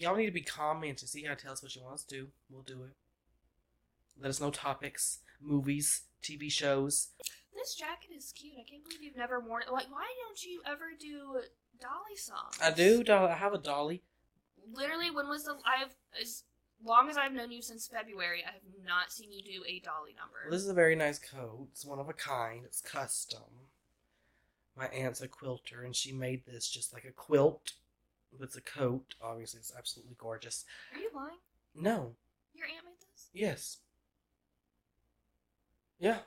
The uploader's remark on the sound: Please bare with us as we figure out better audio, lighting, and cameras in the future!